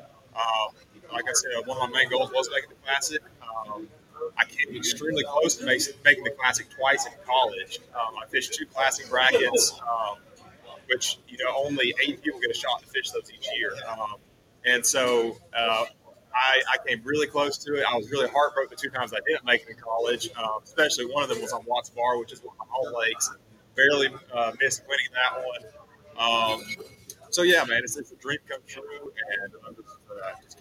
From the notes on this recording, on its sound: Sorry for the background noise. We are at Hiawassee Marine bait and tackle on a remote.